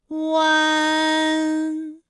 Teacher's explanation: 先从合口，然后最后变成了一个开口的状，然后最后尾音的时候呢，是要到达一个鼻腔，发出一个鼻音呢的状态